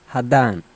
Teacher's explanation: The two words hadi'an, which mean if I, become when spoken hadan. A followed by I.